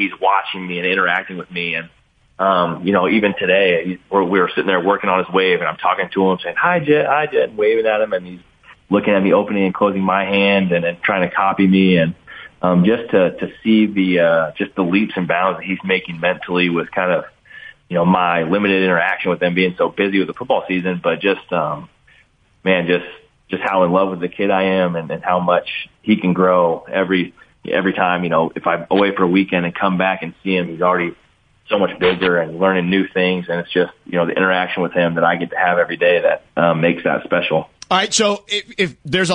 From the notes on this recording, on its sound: called in to chat